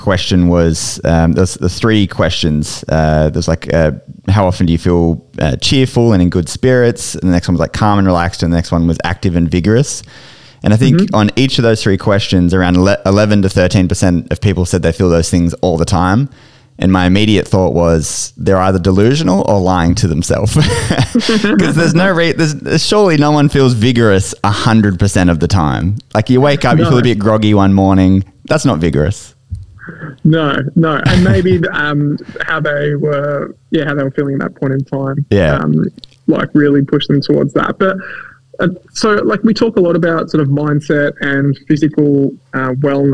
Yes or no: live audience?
no